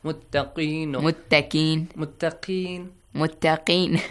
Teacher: qaf, it is a heavy letter, but when it has a kasra, it becomes a light letter. Okay, it is pronounced like a light letter, not that heavy.